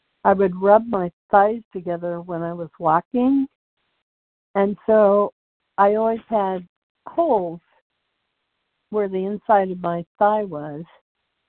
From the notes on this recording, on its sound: 100 Pounders Phone Meeting